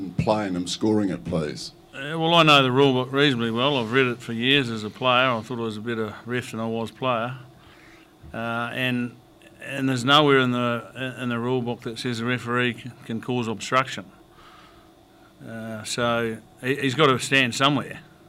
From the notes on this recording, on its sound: PRESS CONFERENCE. After the All Blacks defeated France 49 - 14 in the third and final Steinlager Series Test.